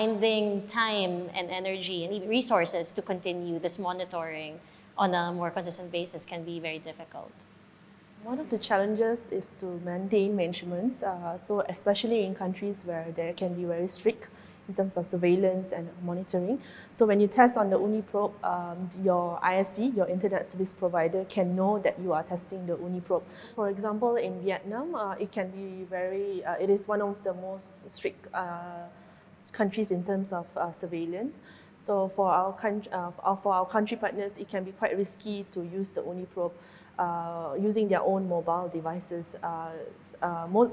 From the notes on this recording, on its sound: PGP Live at DRAPAC23. Recorded live at the Digital Rights Asia Pacific Assembly in Chiang Mai, Thailand.